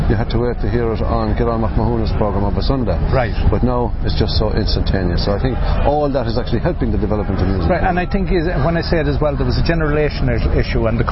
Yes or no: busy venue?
yes